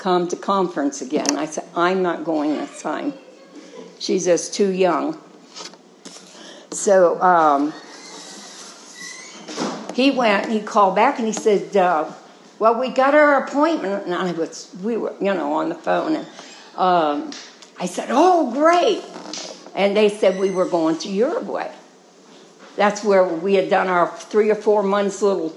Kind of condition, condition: setting, large echoing room